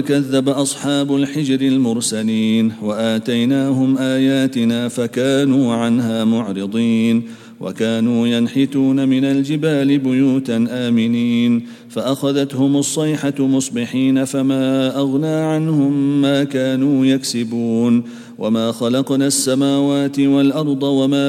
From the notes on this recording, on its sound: at the Houghton Masjid (West Street)